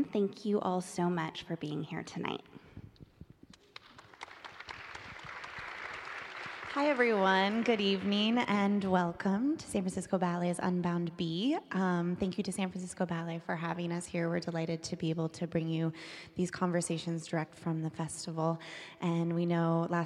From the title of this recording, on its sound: LIVE from San Francisco Ballet’s Unbound Festival